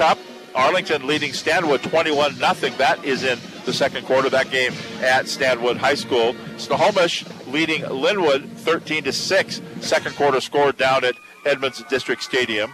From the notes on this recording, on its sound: live from Goddard Stadium in South Everett